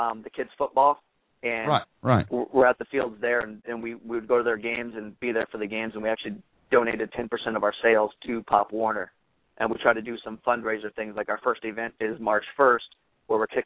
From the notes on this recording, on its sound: Live Vendor Call in Radio Show!